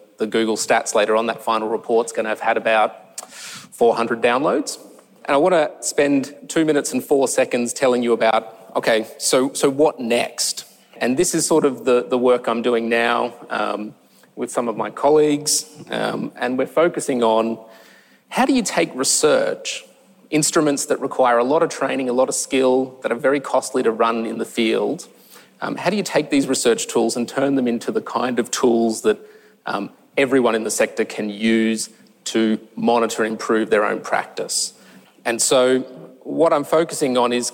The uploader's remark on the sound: Conference presentations from the Victorian Government's Realising the Potential Conference. (from the Realising the Potential Conference). The audio for this session has been generously provided by the Victorian Department of Education and Training.